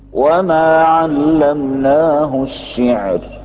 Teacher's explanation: وما علمناه الشعر هذه راء مرققة وقفا، لكن إذا وصلناها الشعراء صارت مفتوحة.